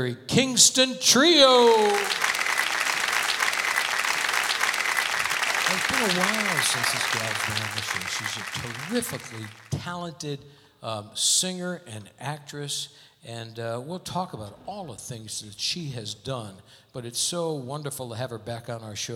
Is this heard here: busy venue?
yes